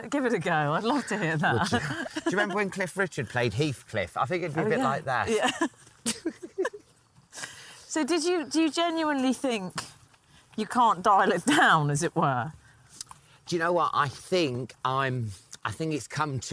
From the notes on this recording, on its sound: while walking their dogs